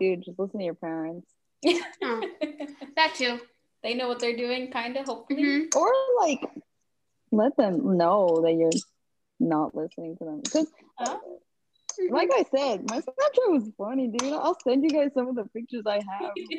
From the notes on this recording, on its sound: While we were talking my friend was actually making dinner, so if you guys hear any background noise it just adds some spice to the episode.